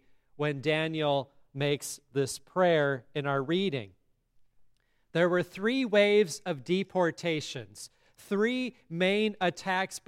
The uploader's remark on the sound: sermon at Grace Lutheran Church, Lexington, MO